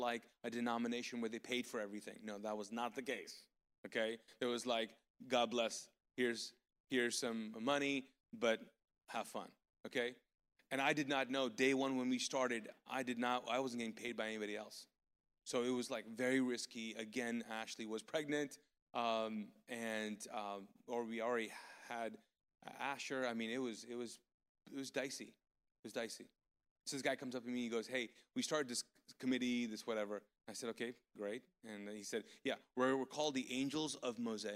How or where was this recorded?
large echoing room